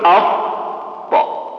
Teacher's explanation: منحبس لا نفس ولا صوت